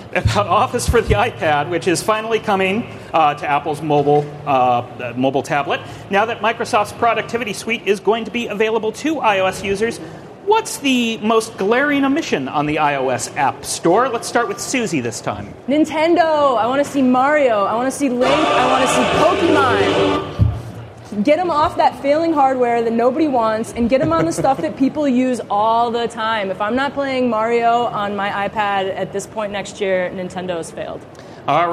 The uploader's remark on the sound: A quiz show. Recorded live on March 28, 2014 at Macworld/iWorld 2014 in San Francisco, CA.